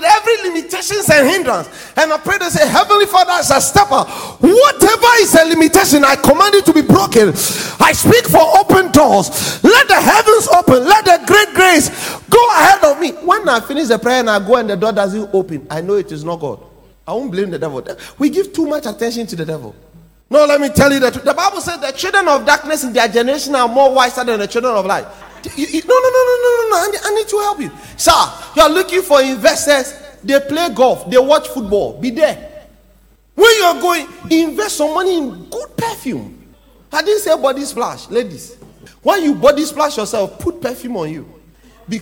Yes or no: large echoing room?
yes